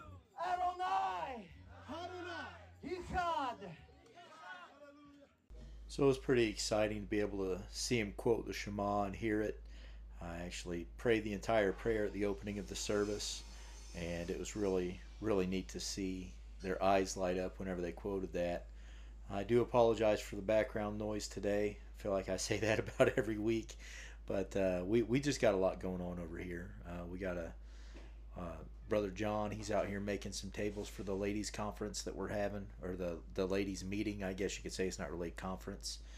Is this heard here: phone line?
no